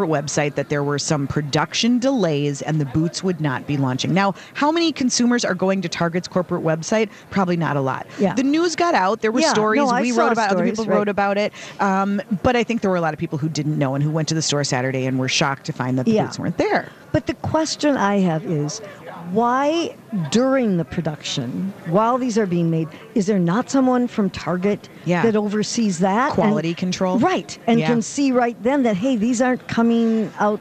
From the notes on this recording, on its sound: Live at the American Craft Council show